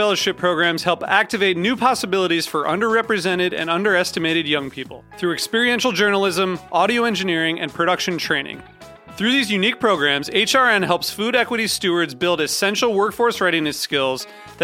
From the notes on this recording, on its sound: sat down at the Borderland Festival in East Aurora, NY